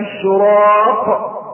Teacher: اسمها اشراق بقلقلة القاف قلقلة كبرى